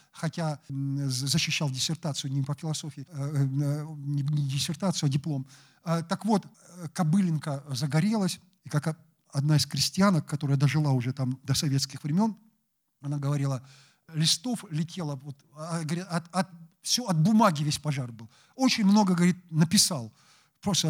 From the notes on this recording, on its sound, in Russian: Лекция в рамках XXVI Международных писательских встреч. Дом культуры «Ясная Поляна».